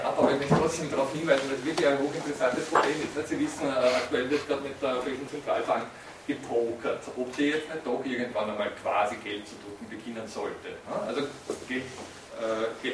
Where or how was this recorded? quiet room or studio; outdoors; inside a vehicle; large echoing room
large echoing room